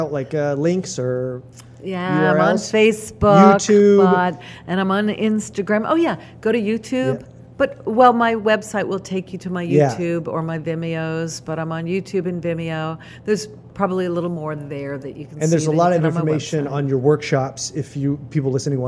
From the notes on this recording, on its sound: In this episode we record on location at Hales Ales